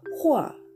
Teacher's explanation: 第4声ですので、上から下に急降下する音